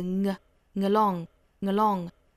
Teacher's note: 注意这里面是后鼻音加元音的连读，连成一个 ng along。这里面大家一定不要发成了 sin along 就不对了，单词就不一样了哈。 sin along 的话是 sin 那个词，这里应该是后鼻音加元音的连读，应该是 sing along 后面 it made